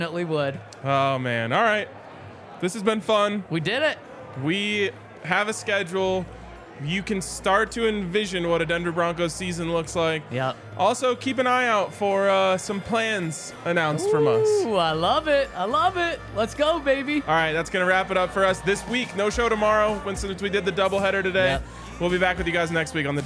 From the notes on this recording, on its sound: LIVE from the DNVR Bar